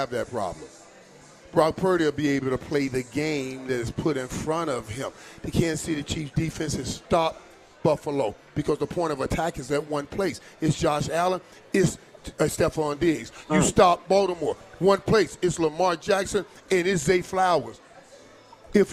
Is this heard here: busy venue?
yes